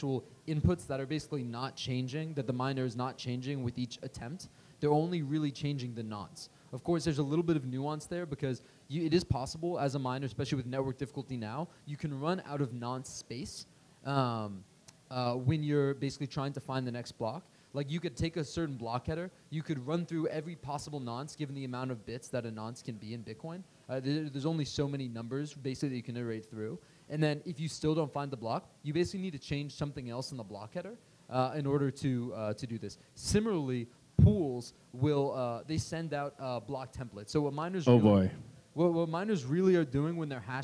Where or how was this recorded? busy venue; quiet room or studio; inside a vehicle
busy venue